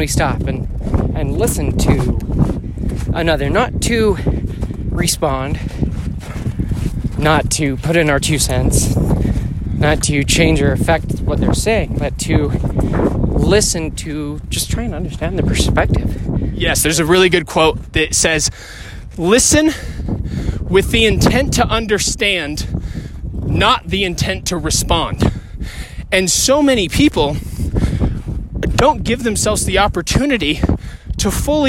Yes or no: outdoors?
yes